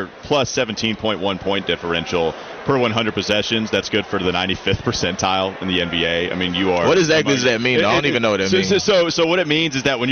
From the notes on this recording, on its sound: Joins the show live from the cornucopia event.